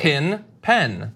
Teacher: I think pin and pen are pronounced the same, even though they're spelled differently. Pin, pen. Nobody says pen.